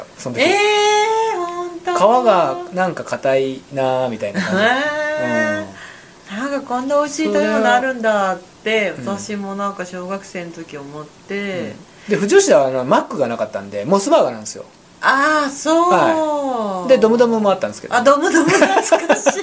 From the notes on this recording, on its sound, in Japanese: 録音時のミス、編集時のミス、公開時のミスと３つのミスが重なり、公開した音声をステレオで再生すると、BGMが大きくて、我々の声が全然聞こえない状態になってしまいました。どうしてもノイズが消せていませんし、雑音も残ってます。